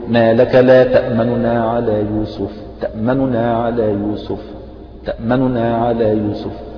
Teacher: تخطف النون الأولى بسرعة بس كأنك نطقت بثلثي الحركة وحذفت ثلثها · Term: الاختلاس